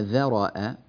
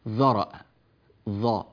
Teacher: الذال هنا مرققة والراء مفخمة والهمزة مرققة · Shown in: first take · بعض الناس يقولون ذرأ ظا فيجعل الذال مثل الظاء، ذرأ أو ذرأ رأى ويجعل الهمزة مفخمة، ذرأ رققوا الذال والهمزة وفخموا الراء بينهما.